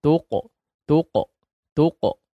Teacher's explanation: Salah satu daripada huruf tebal. Demikian juga dengan sifat qalqalahnya akhirnya mengikuti sifat qafnya yang tebal.